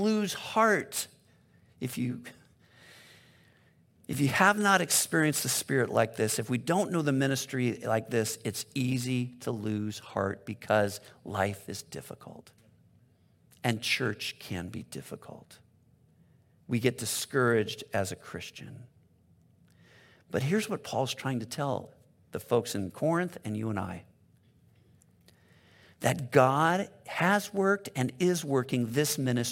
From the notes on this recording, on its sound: Delivered on 12 June 2022 at Grace Church of La Verne . At Grace Church of La Verne .